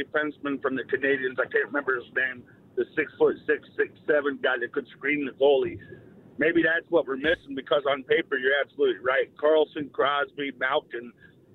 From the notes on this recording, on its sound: Many callers chime.